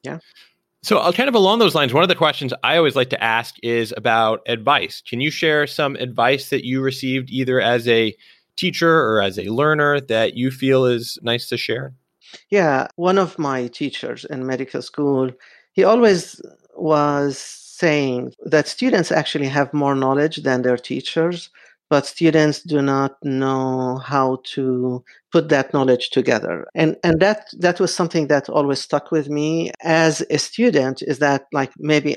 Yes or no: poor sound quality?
no